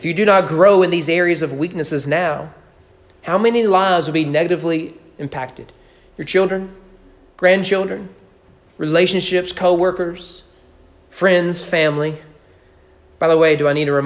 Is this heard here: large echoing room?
yes